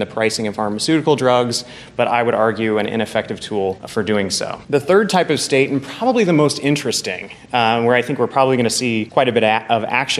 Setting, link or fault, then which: setting, busy venue